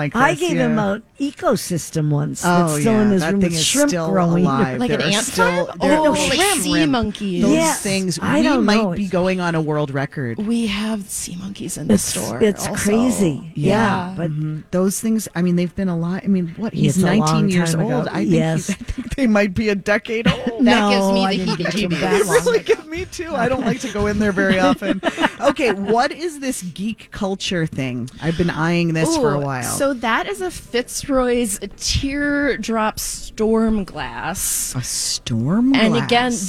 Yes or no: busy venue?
yes